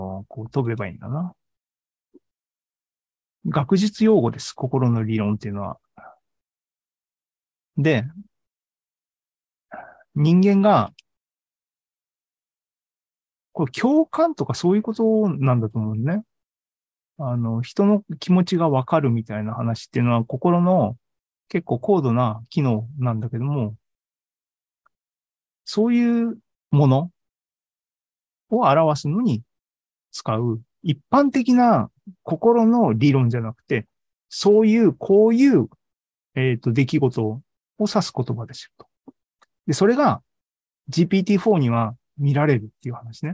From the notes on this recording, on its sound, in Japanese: ２０２３年３月２９日に開催した ZOOMライブの模様です